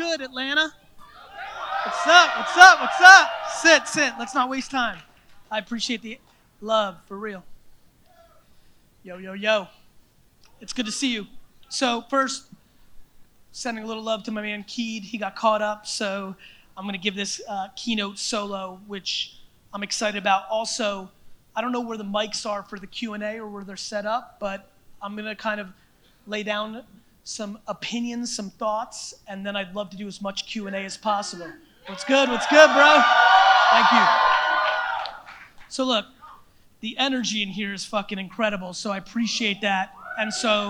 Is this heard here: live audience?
yes